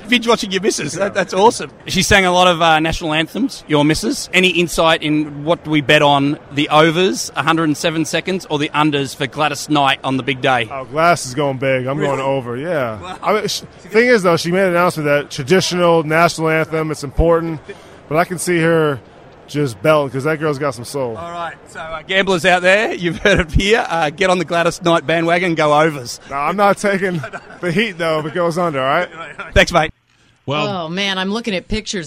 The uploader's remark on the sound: Reported live from radio row in Atlanta. Reports Live From Radio Row In Atlanta For Super Bowl LIII. He spoke to some well-known superstars and some interesting Atlanta locals during his trip.